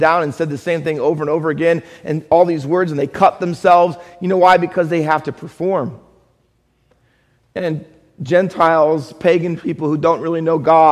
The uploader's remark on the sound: Faith Baptist Church in Hamilton, NJ.